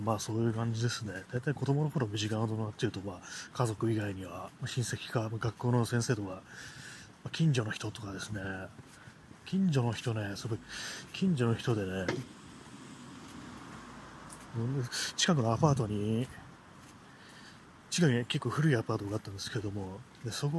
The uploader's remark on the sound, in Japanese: 散歩しながらの録音